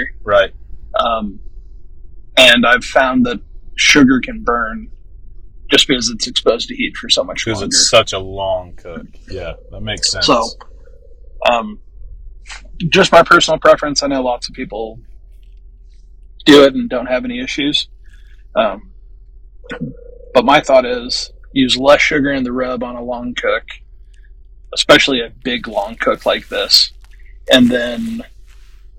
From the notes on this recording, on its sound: The audio in this episode is less than amazing